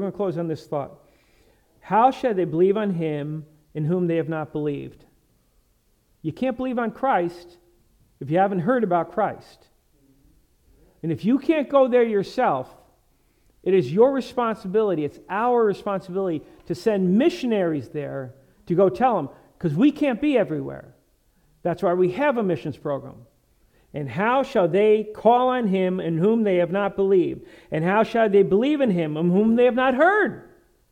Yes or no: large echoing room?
yes